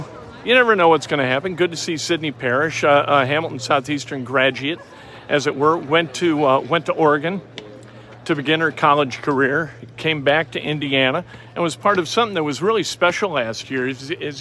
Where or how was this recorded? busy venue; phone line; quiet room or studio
busy venue